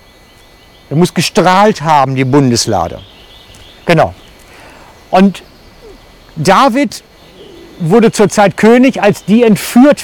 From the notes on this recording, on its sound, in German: Aus dem Wald-Gottesdienst. Für die FCG Lenzburg.